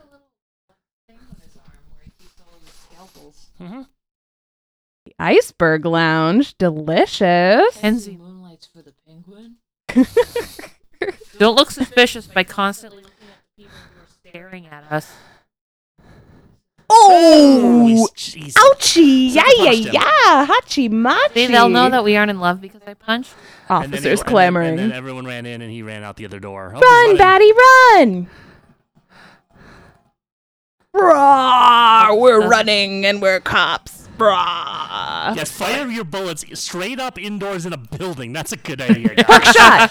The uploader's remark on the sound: The audio on this one is pretty gnarly and in my attempts to not edit this podcast you're just gonna have to deal.